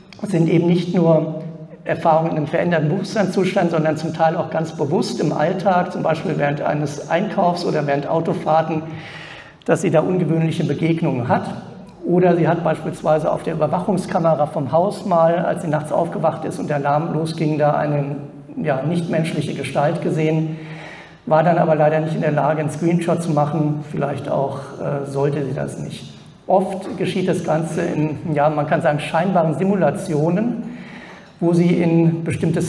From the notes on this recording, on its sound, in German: Aufzeichnung des Vortrags auf der ALIEN.DE Konferenz. In Frankfurt am Main.